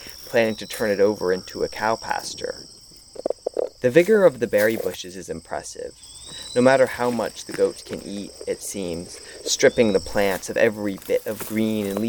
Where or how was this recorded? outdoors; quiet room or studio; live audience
outdoors